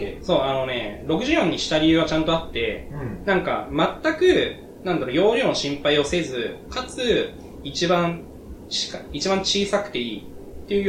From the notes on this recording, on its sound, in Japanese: 初めての収録なのでお聞き苦しい点があるかもしれません